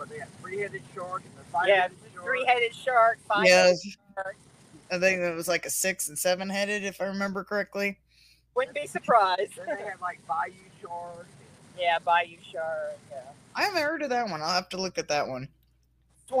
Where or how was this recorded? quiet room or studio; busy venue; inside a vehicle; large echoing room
inside a vehicle